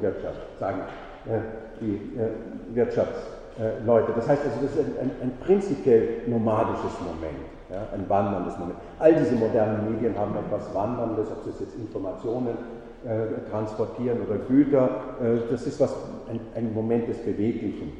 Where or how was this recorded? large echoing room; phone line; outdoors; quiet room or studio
large echoing room